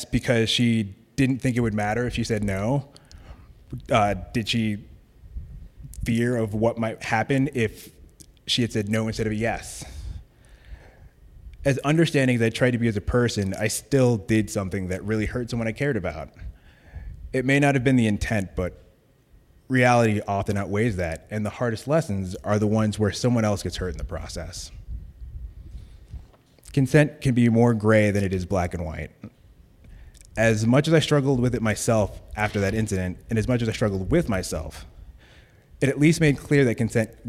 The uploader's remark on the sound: Live Stories from Un/pact. He originally told this story at our live event on April 26.